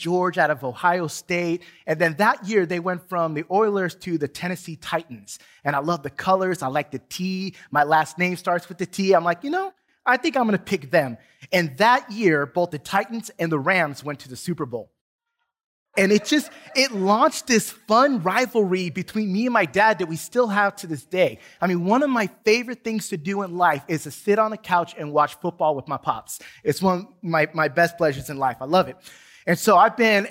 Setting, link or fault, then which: setting, large echoing room